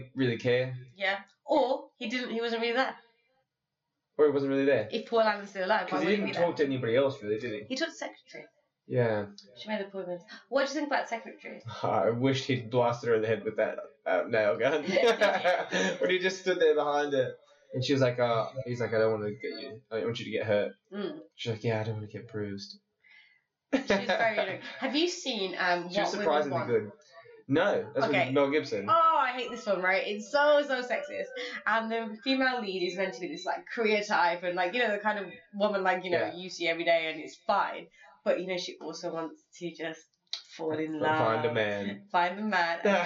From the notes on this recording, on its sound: The sound quality is terrible but it gets much better after this episode.